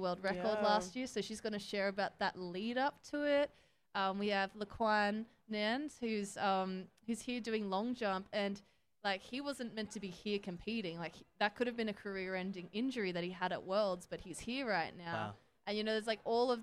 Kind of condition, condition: setting, busy venue